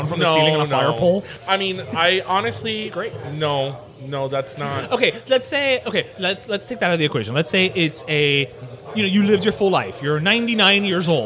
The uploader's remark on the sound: LIVE from Union Beer Store. It’s our first ever live show. We truly felt the love from everyone who came out in support.